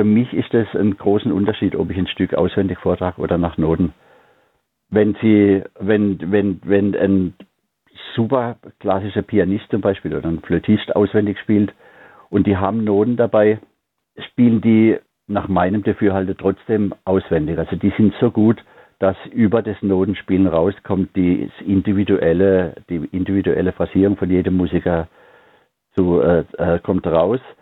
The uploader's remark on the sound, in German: HoffART Theater. Die GIGparade ist das Live-Konzert Magazin von Radio Darmstadt für die regionale Musik- und Kultur-Szene Darmstadts. Für aktuelle Infos rund um die GIGs werden die Musiker und Künstler per Telefon direkt in die Sendung zum (Live-)Interview hinzu geschaltet.